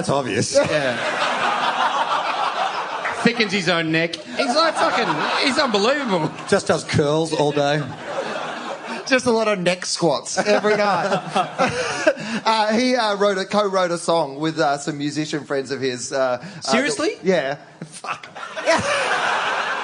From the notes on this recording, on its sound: Post Grand Final 2016 - Live. Live on stage.